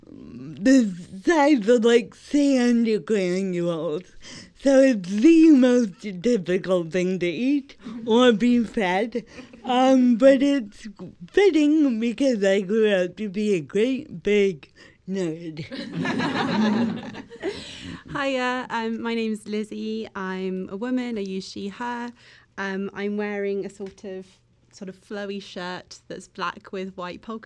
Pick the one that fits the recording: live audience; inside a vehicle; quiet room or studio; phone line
live audience